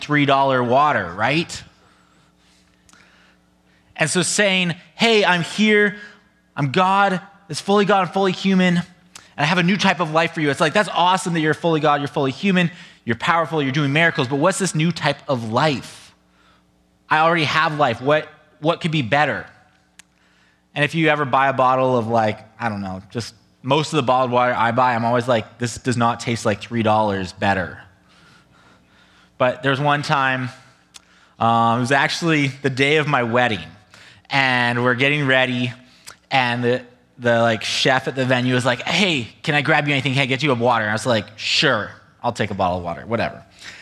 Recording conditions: large echoing room